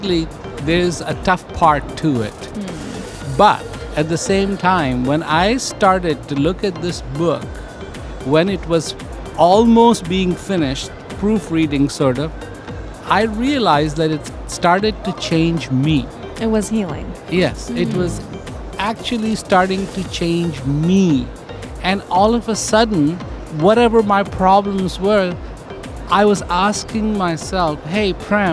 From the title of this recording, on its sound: Live From SIBF 2023